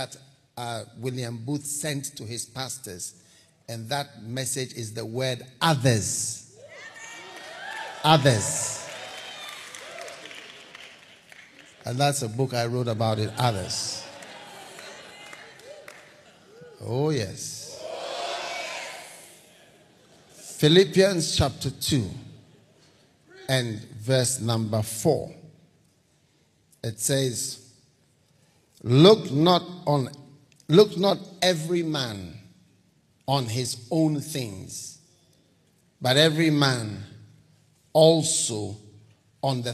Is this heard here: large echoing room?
yes